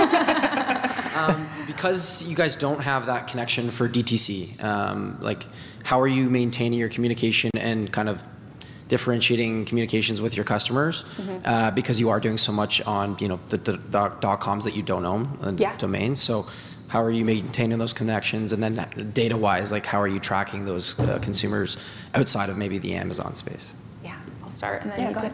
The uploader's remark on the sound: an exclusive conversation from the 2023 Retail Innovation Conference & Expo